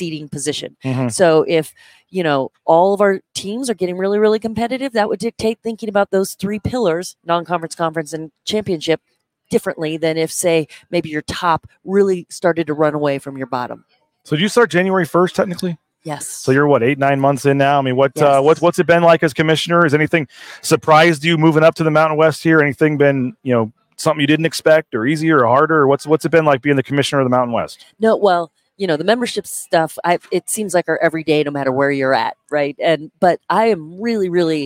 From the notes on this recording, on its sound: Live from Las Vegas. At Mountain West Women's Basketball Media Day at Resorts World in Las Vegas on a special episode of Bronco Nation News LIVE.